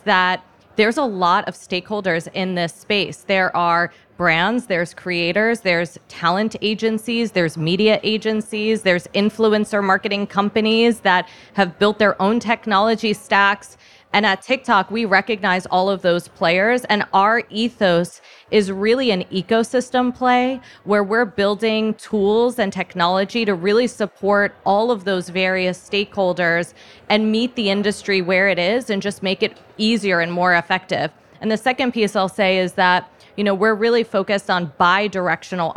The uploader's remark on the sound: We’re featuring a roundtable conversation with some experts, recorded a few weeks ago at SXSW.